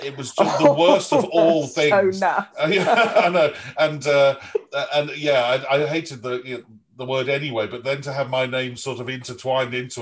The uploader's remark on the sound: This interview was recorded on 31st October 2020 via Zoom.